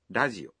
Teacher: the R in radio is pronounced somewhere between an R and an L sound